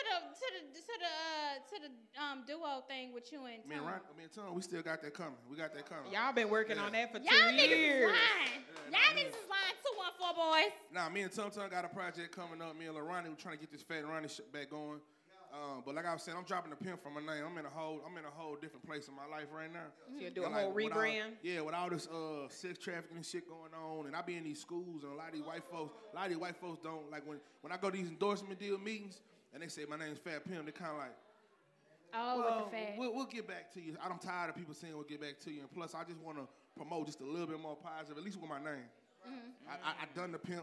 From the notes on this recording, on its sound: Thank you to everyone who came out to support. Sucks for you if you missed the show unfold live, the audio is next best thing!